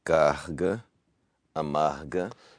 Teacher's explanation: R as in carga, amarga. And that's our R at the end of a syllable, the voiced velar fricative